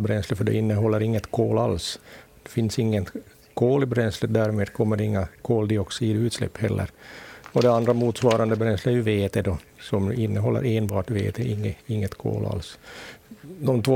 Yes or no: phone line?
no